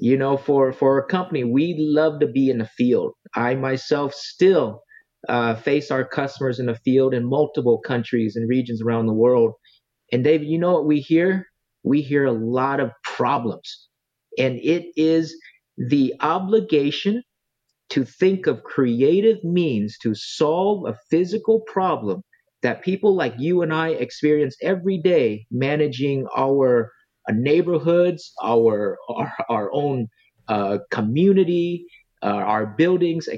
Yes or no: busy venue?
no